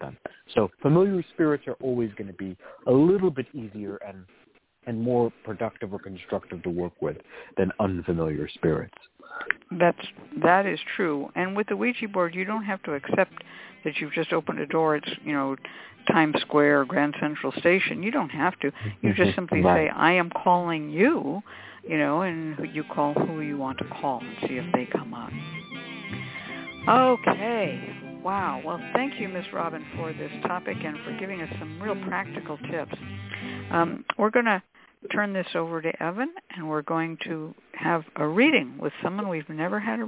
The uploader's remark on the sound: The Lucky Mojo Hoodoo Rootwork Hour is a real, live call-in show where the general public gets a chance to ask about actual problems with love, career, and spiritual protection. We begin this show with a Discussion Panel focussed on the topic of their choice.